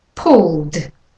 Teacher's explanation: You go straight from the L to the D